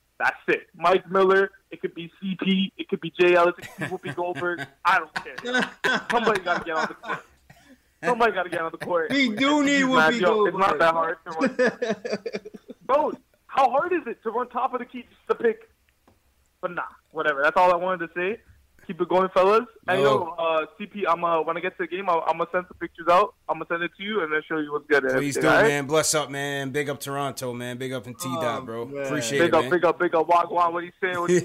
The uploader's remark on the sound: They also take live phone calls from fans around the world.